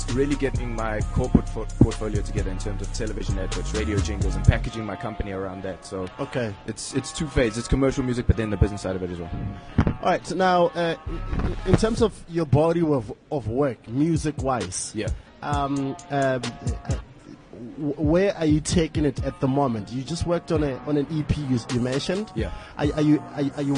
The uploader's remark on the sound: Coming to you live from the Sandton Convention Centre from The My World of Tomorrow expo.